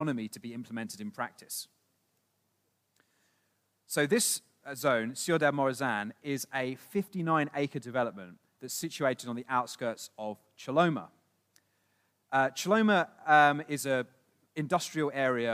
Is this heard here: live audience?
yes